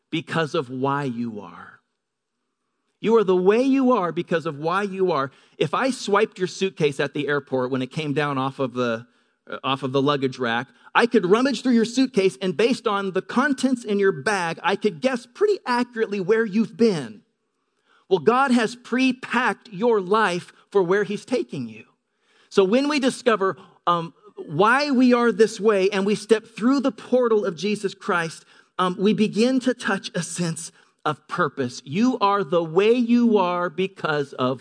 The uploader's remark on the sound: Delivered on 1 April 2018 at Grace Church of La Verne . Delivered on 1 April 2018 at Grace Church of La Verne .